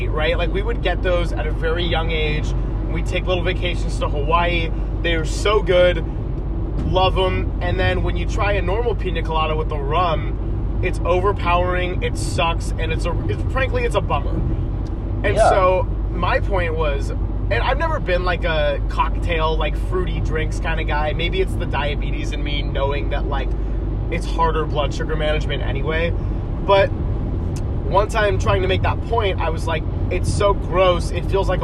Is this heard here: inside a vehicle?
yes